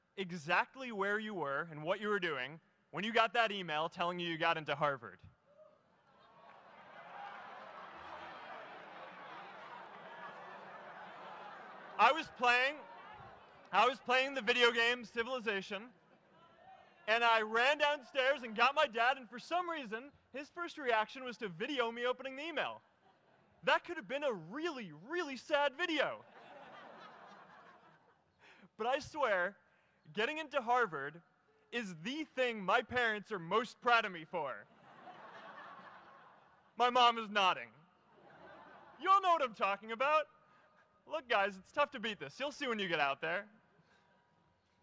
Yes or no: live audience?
yes